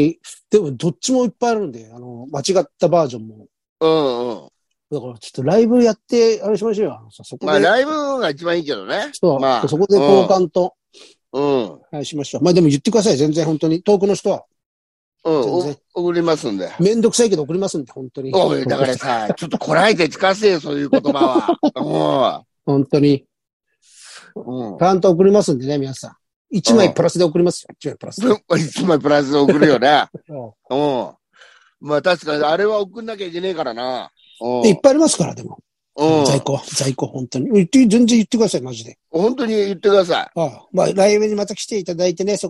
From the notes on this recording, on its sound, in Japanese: ZOOMで収録